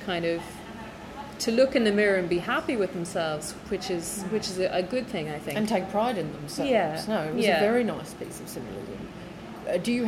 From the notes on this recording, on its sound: Staff at Fleet River Bakery in London who graciously turned off the background music in their cafe for an hour while I recorded our chat. Staff at Fleet River Bakery in London who graciously turned off the background music in their cafe for an hour while I recorded our chat.